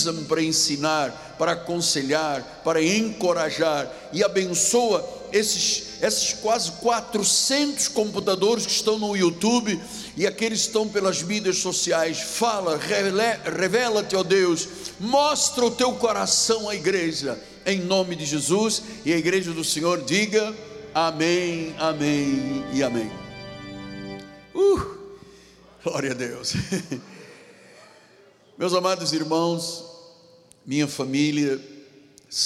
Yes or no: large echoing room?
yes